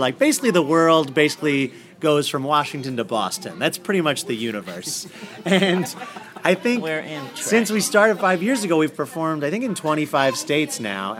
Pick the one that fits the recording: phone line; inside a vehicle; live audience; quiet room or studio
live audience